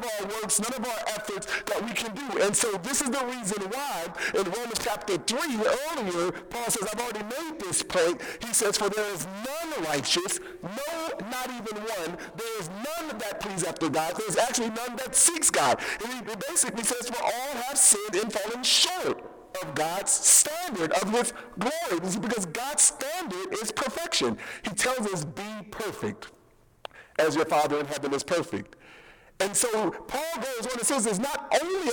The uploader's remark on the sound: We apologize for the poor audio quality